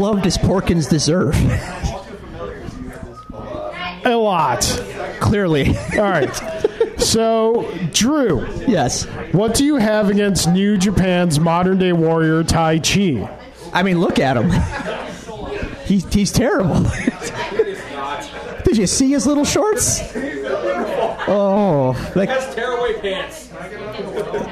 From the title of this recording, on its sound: Live at Iron Buffalo